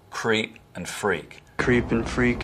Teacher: Southern accents have vowel breaking in words like creep and freak.